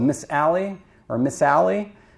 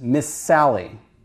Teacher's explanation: S is longer in the second · Term: geminate